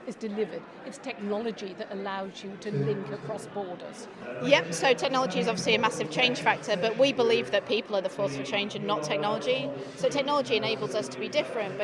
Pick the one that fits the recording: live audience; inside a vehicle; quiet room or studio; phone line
live audience